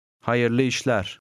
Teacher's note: The vowel at the end of the first word is silent.